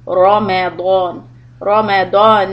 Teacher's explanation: Dad is going to be heavy. Ra is also heavy.